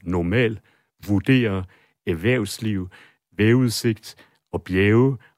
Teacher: Så der er masser af unge mennesker, der siger normal, vurdere, erhvervsliv, vævudsigt og bjæve og noget ærgerligt. R'et er simpelthen forsvundet.